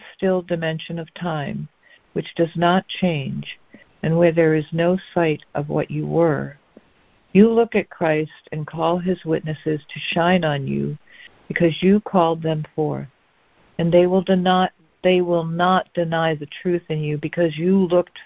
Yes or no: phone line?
yes